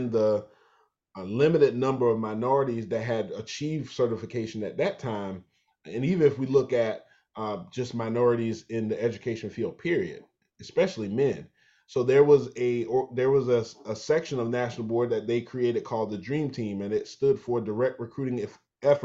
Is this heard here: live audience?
no